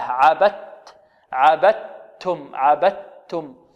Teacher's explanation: الدال أدغمت في التاء إدغاما كاملا، عبدتم، النطق بتاء مشددة، نخرج من الباء إلى تاء مشددة، عبدت، عبدتم، عبدتم.